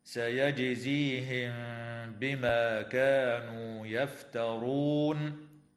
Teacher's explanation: تقلقل الجيم في كلمة سيجزيهم وتخفى الميم الساكنة مع الغنة عند الباء في قوله تعالى: سيجزيهم بما، وتنتهي الآية اتفاقا عند كلمة يفترون، ويوقف عليها من قبيل الوقف الكافي.